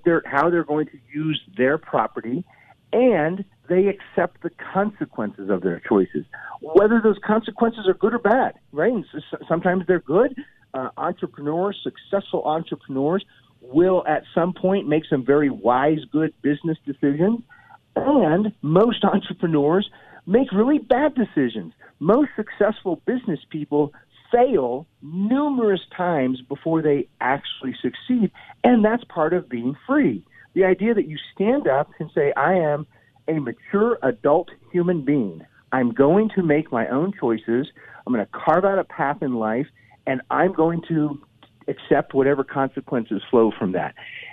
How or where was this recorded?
phone line